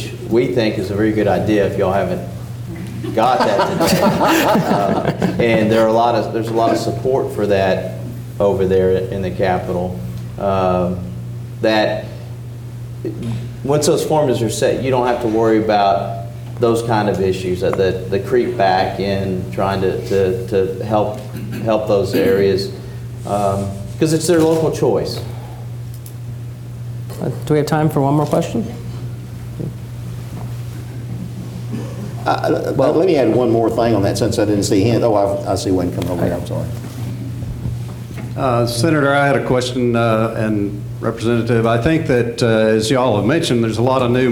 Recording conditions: live audience